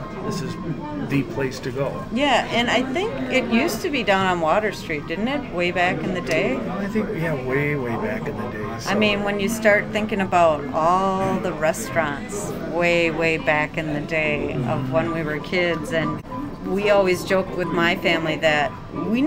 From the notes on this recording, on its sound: Record this episode from the Olympic Flame where they know the owner (and like gyros!).